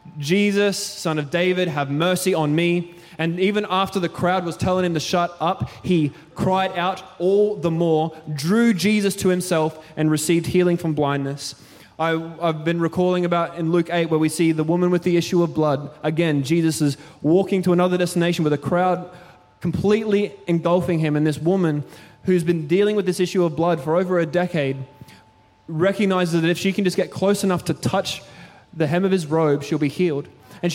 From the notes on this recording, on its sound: Recorded during our 5pm service on Sunday, the 29nd of October 2023.